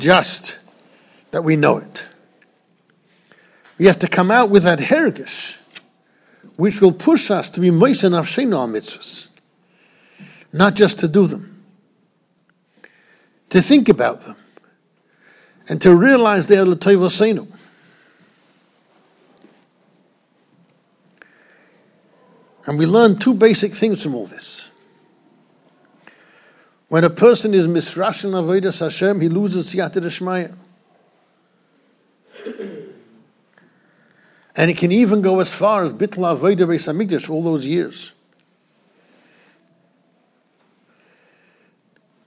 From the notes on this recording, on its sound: Shiur recorded in Yeshivas Ohr Reuven, Monsey, NY.